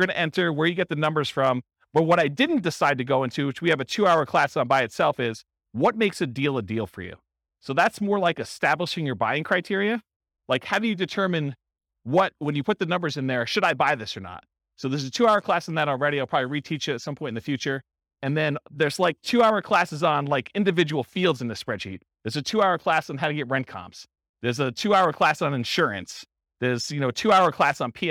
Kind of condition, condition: setting, live audience